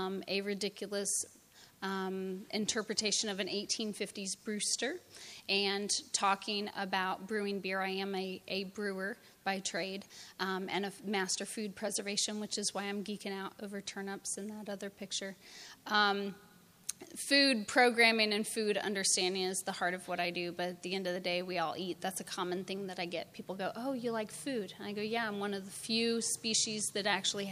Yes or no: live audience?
yes